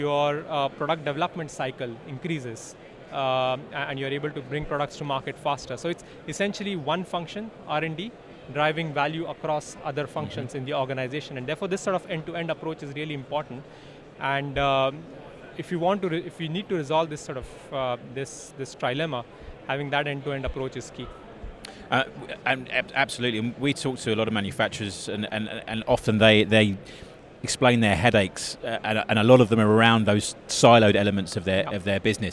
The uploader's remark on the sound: It's another interview taken from the show floor of Smart Factory Expo in 2022.